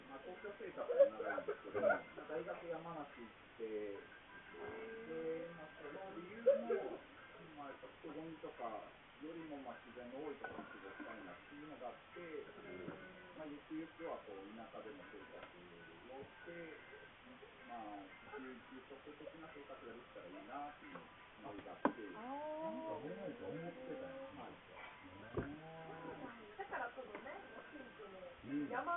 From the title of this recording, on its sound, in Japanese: 機材不良のため音質が悪く申し訳ありません